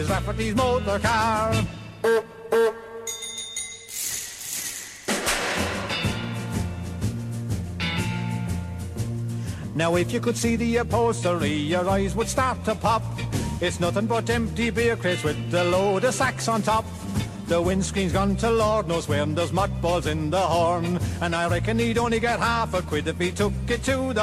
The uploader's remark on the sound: The lads come live from The Irish Embassy on Yonge street right after the Ireland v Belgium game.